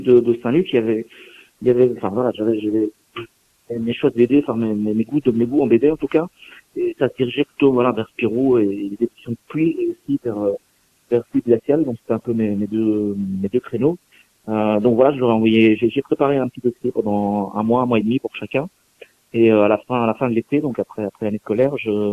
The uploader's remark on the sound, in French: qui reçoit par téléphone